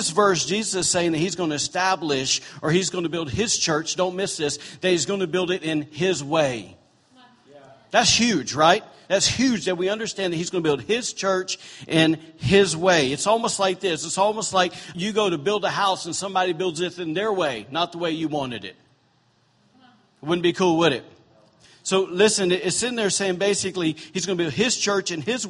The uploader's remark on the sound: recorded on October 8, 2017, during Sunday morning service at Celebration Life Family Church